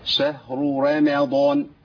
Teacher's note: انا عندي الشين والهاء في الاول حروف مرققه، جه بعديهم راء مفخمه